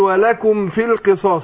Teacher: هنا الميم ساكنة بعدها فاء اظهار · Term: اظهار شفوي